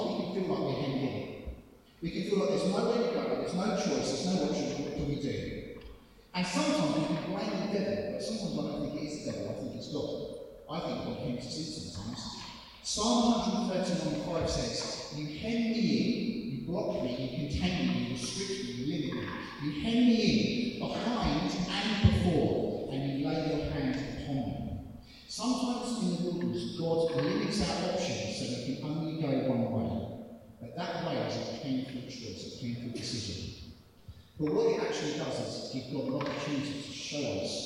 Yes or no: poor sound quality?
yes